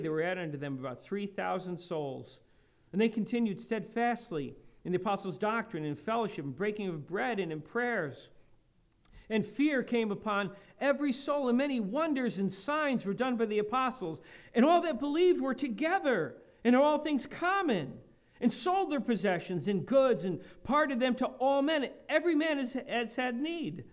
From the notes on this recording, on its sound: Preached at Lighthouse Baptist Church in Schenectady, New York.